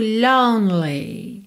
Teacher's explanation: você não ouve o E do meio, tá? Lone, do N, você já vai pro L.